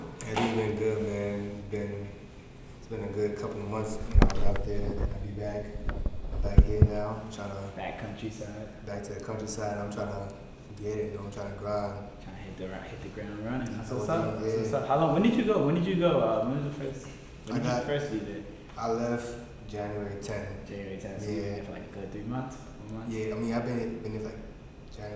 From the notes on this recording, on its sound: We had audio issues during the first 15 minutes of recording, but it gets resolved after 17 min in.